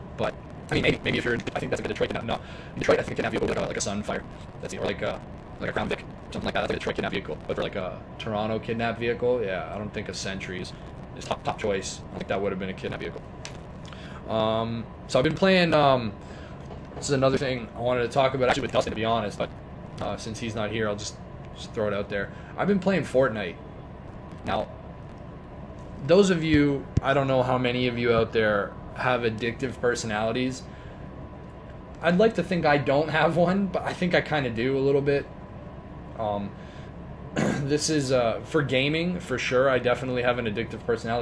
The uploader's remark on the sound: At an undisclosed location and is a little shorter than usual. Had to record this off a cell phone so hopefully its clear enough that you enjoy.